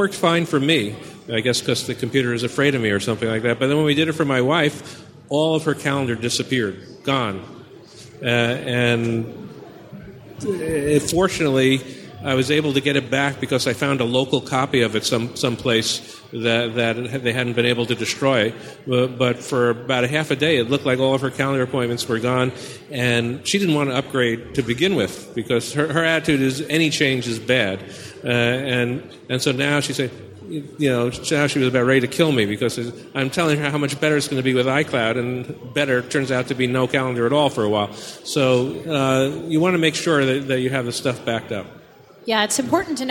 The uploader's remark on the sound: Mac 911 live at Macworld Expo 2012. Including ones submitted live by our audience!